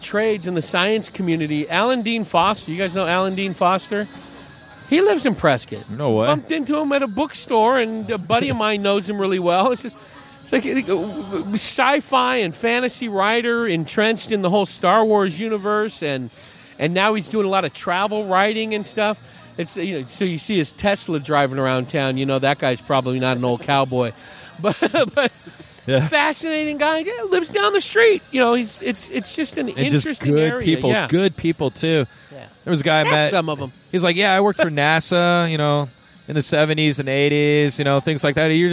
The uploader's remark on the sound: Recorded on the rooftop. From Rock Bar, Scottsdale AZ.